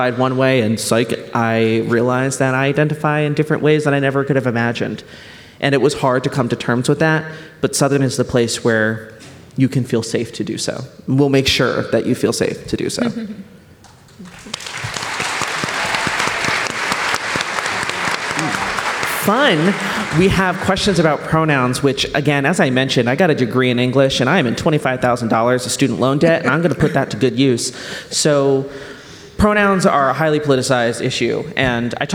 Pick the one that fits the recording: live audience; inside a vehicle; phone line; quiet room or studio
live audience